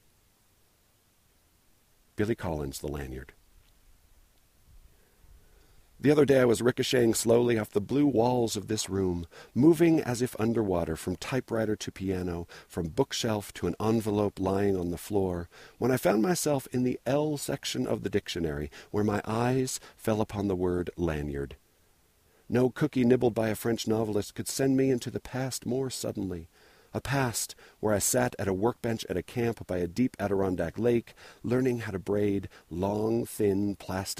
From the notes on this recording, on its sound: Recorded on the Dry Canyon trail, just sitting down on a rock.